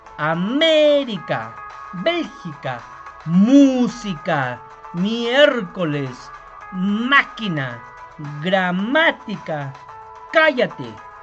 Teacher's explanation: las palabras esdrújulas son las que llevan la intensidad de la voz o la sílaba tónica en la antepenúltima sílaba